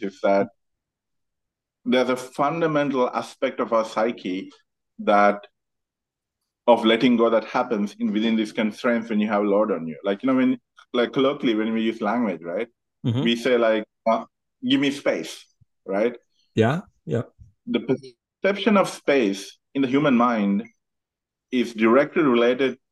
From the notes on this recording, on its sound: This conversation takes place over Zoom and so the sound quality reflects this.